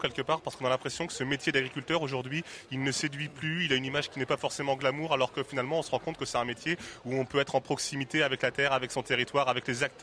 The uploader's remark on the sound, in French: RCF en direct de la 77e Foire de Châlons